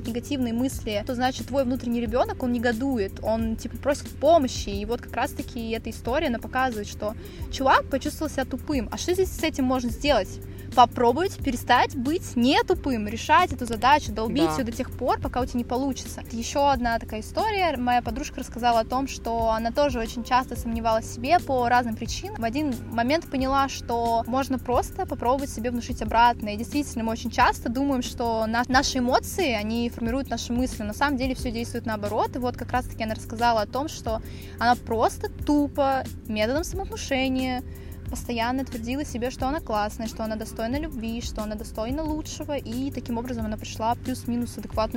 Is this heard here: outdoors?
yes